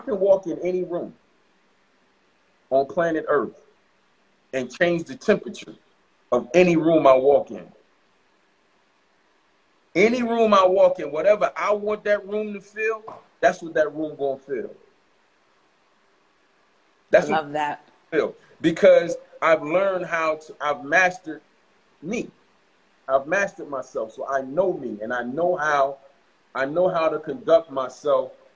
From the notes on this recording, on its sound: joined us on IG Live